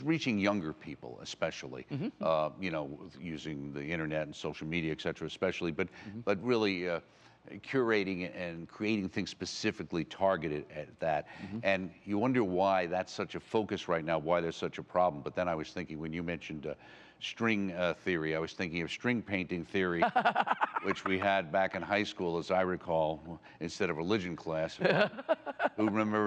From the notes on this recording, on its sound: A special edition from the 13th Annual Napa Summer Conference.